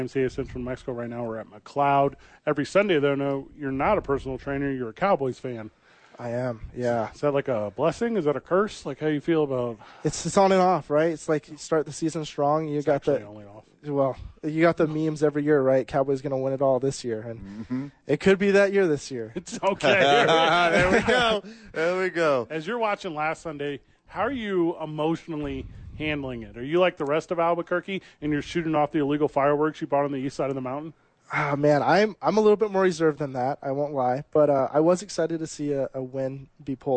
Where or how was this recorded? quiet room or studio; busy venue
busy venue